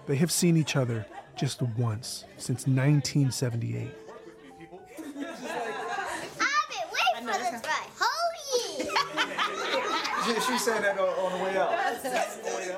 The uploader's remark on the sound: On stage at Hot Docs. In this live discussion from the Hot Docs festival.